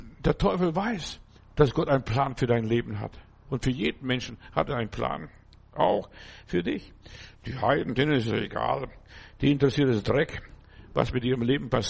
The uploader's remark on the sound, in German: im Gemeinde-Zentrum in Berlin aufgenommen